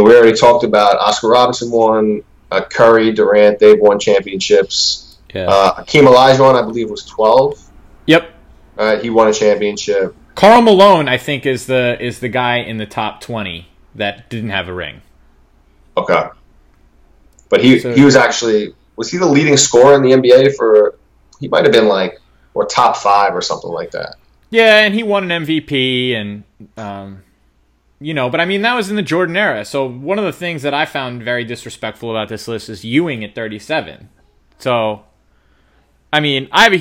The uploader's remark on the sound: Please bare with us through some recording difficulties.